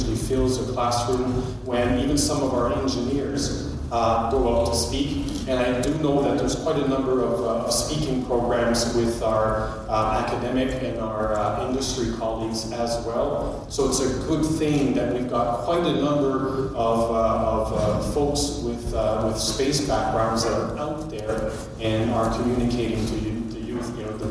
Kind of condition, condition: setting, busy venue